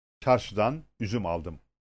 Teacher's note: Ünsüzle biten bir sözcükten sonra ünlü ile başlayan bir sözcük gelirse, birinci sözcüğün sonundaki ünsüz, ikinci sözcüğün başındaki ünlüye bağlanarak okunur. Buna ulama denir.